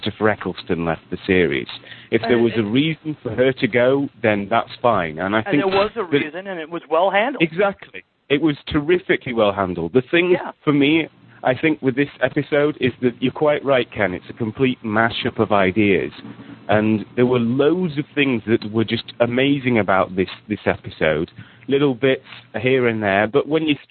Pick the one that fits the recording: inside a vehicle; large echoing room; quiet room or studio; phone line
phone line